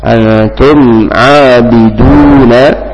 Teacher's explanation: Nun mati ketemu huruf ta, dibaca ikhfa, dibaca samar-samar. Mim mati ketemu ain, dibaca mengalir begitu saja. Antum abiduna, dan huruf dommah pada waw, pada dal, dibaca dengan monyong sehingga nampak jelas huruf wawnya, huruf harokat dommahnya.